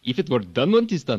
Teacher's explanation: The upward inflections at the ends of phrases that you sometimes have again on the subcontinent in the Hindi, Pakistani, etc. · Term: staccato upward inflections